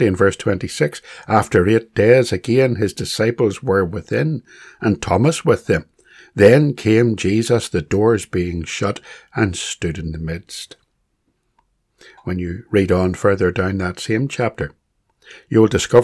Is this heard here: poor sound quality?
no